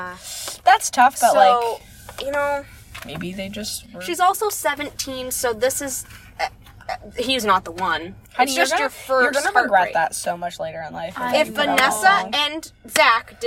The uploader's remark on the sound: Pizza Hut Parking Lot. A late night, spur of the moment episode recorded in a parked car on voice memos in the parking lot of a Pizza Hut.